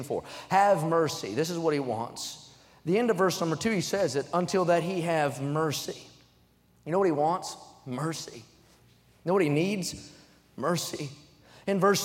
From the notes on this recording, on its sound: during the Wednesday Evening service on June 14, 2023, at North Valley Baptist Church in Santa Clara, California